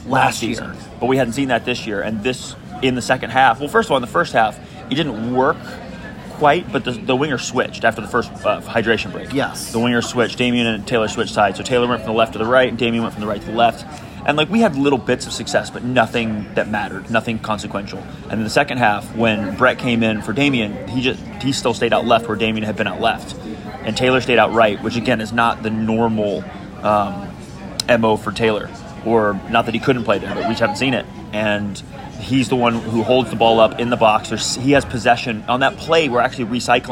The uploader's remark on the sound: While sitting in San Diego International Airport (apologies for the background noise).